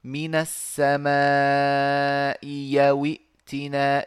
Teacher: الهمزة الثانية تبدل ياء مفتوحة